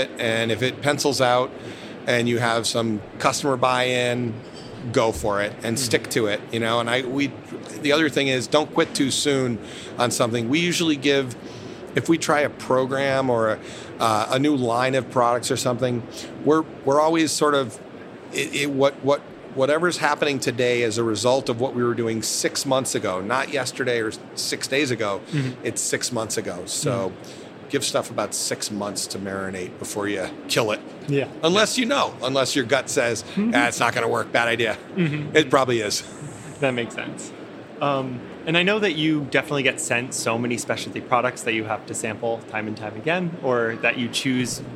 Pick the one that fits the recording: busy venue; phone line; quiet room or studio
busy venue